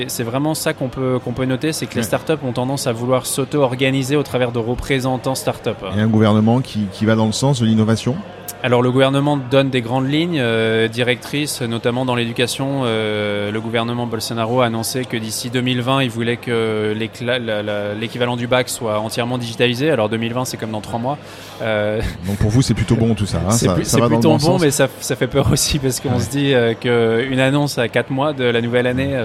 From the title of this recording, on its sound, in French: En direct de l'édition 2019 des Rift's !